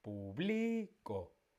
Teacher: Lleva el acento en la penúltima. · Term: palabras llanas